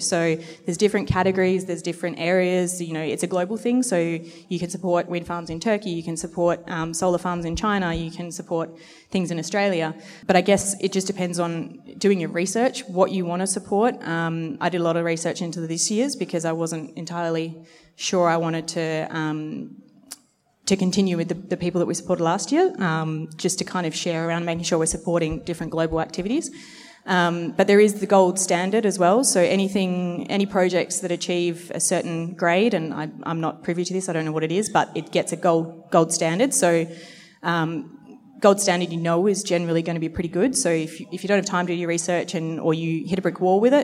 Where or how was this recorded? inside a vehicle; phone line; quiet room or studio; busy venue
busy venue